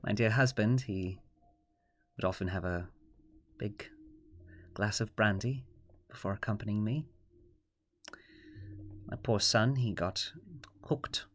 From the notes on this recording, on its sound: I accidentally used the computer mic instead of the desk mic. Sorry about the uneven vocals!